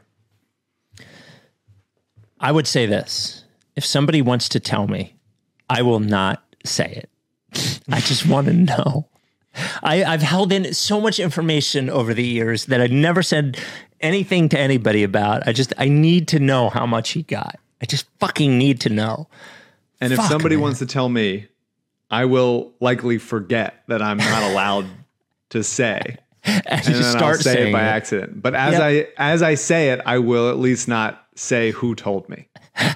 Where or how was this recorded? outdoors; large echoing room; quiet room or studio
quiet room or studio